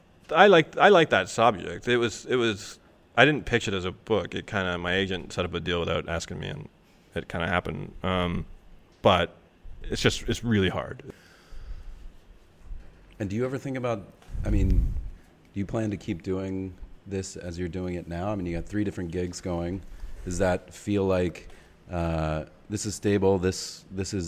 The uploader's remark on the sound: Live in Romania. Before a live audience in Bucharest hosted by the Romanian magazine Decât o Revistă.